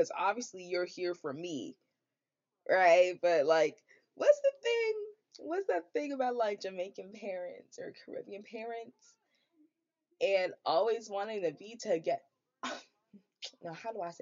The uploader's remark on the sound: my audio is bad now, but wait till i get my tiny mic